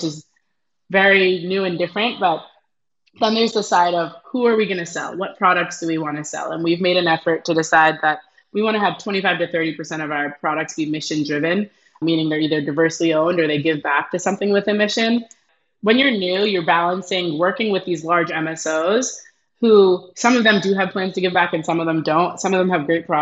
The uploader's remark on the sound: Recorded on Squadcast